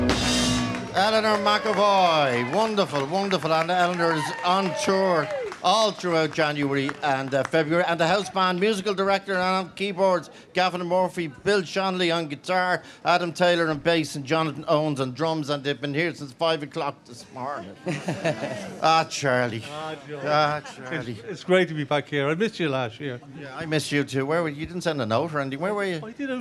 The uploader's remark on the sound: Live From Grafton Street